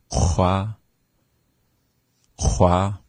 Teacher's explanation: qua is more at the back of your throat. It's called the uvular